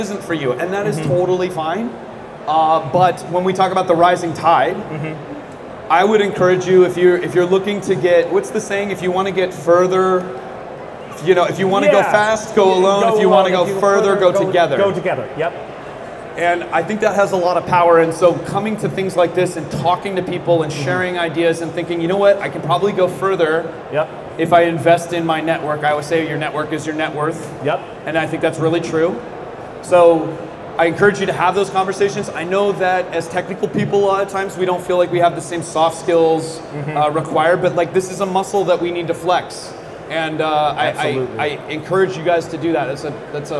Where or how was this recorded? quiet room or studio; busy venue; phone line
busy venue